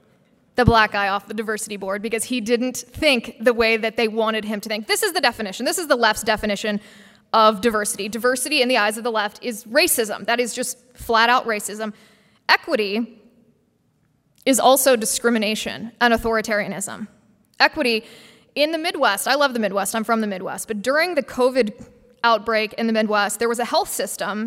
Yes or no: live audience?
yes